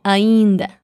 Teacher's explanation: Aún decimos ainda, con el sonido nasalizado.